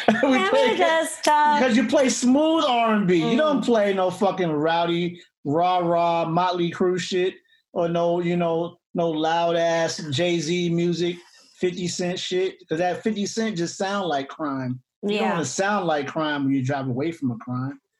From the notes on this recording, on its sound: Two comedians log onto Zoom to record their very first True Crime episode.